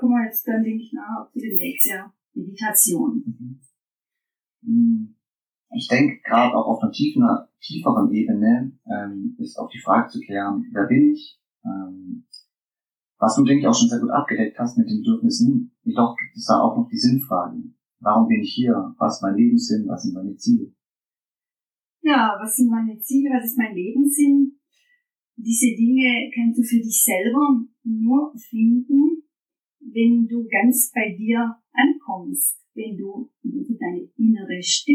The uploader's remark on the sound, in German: Achtung schlechter Ton - da ich die Folge nicht nochmal aufnehmen kann